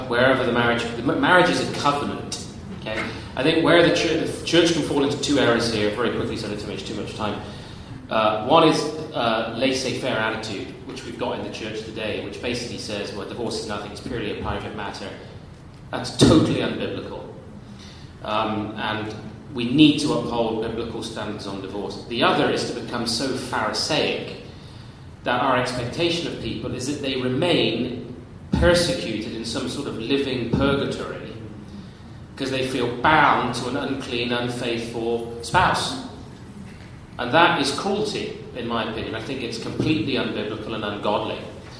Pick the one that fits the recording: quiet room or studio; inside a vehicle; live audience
live audience